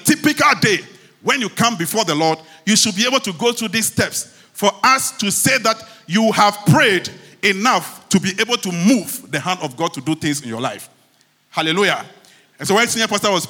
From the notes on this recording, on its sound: Sermon preached at CBC Shiashie